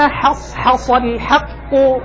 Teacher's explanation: فترقق الحاء تفخم الصاد من غير استعانة بضم شفتين ولا إمالة بالحاء على الكسرة